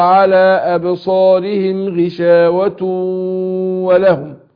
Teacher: قول وعلى أبصارهم غشاوة، تو هنا تنوين مضموم، يبقى هنا مولى شاوة نون التنوين دي جه بعدها واو، ادغمتها في الواو ادغم بغنة